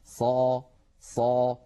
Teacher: نجد بأن صوت الصاد يتصعد إلى أعلى الفم لأن هذا هو الاستعلاء. الاستعلاء هو تصعد الصوت إلى الحنك الأعلى عند النطق بالحرف المستعلي.